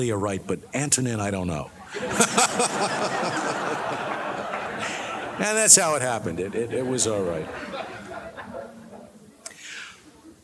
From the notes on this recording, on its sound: The Acton Institute's 7th Annual Dinner in Grand Rapids, Michigan. His remarks to those gathered at Acton's Annual Dinner.